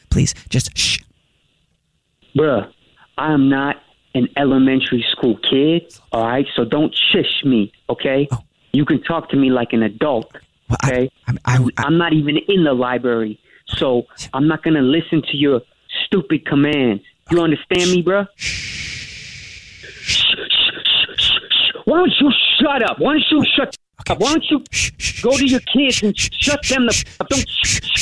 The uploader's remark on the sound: Phone Prank